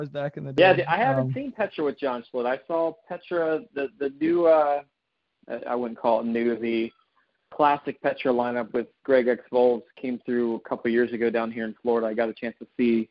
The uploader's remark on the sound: CALL IN LINE